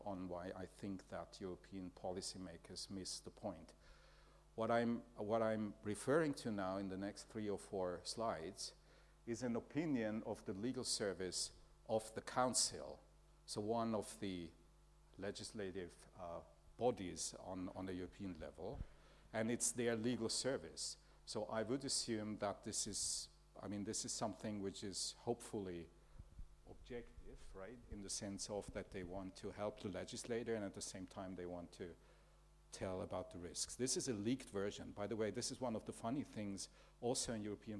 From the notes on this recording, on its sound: Panel debate at the summer discourse of University of Vienna's summer programme on August 04 2023.